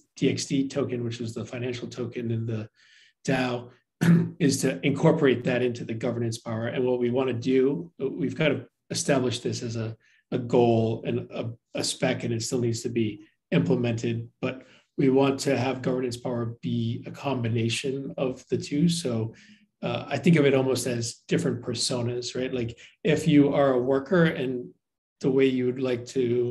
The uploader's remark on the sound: Has joined a zoom meeting.